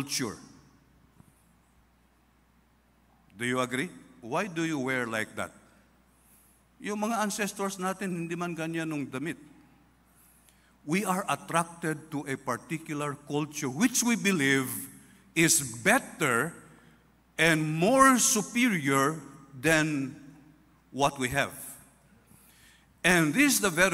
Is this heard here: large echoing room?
yes